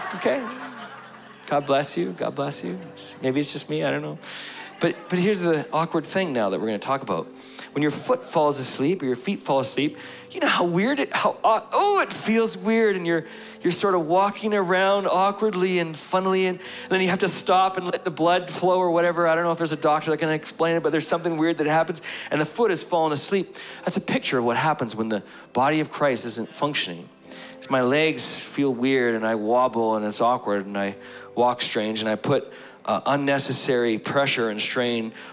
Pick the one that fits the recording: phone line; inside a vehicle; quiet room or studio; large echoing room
large echoing room